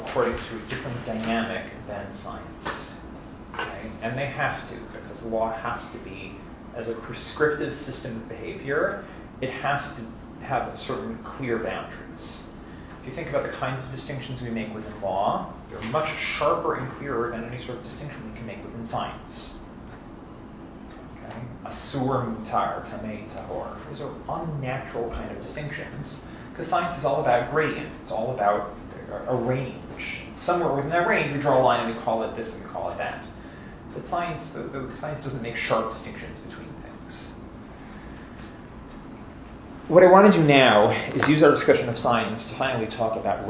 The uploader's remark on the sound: This is a recording of the fifth session of a five session class. As part of Drisha's July Week of Summer Learning.